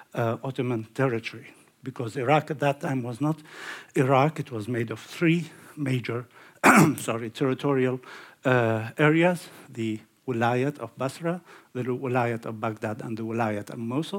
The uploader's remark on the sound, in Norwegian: Lecture in English. Innspilt på Sølvberget bibliotek og kulturhus i april 2023.